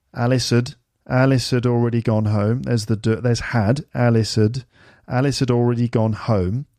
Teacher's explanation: So you don't hear the word had, it's because it's not a stressed word. It's an auxiliary verb and they tend to get squashed or made smaller.